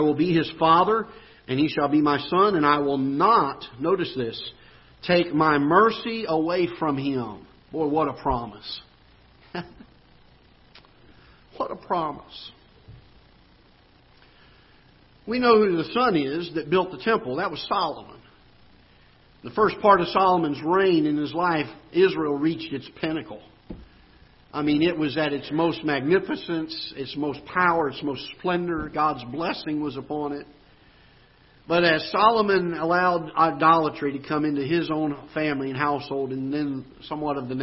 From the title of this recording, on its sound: Ketha Heights Baptist Church ~ Live Broadcast